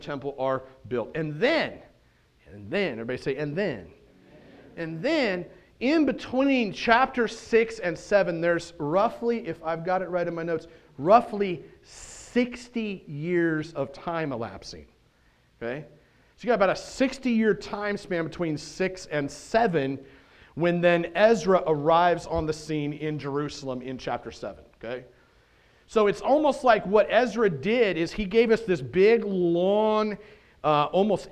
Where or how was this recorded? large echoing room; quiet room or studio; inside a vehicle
large echoing room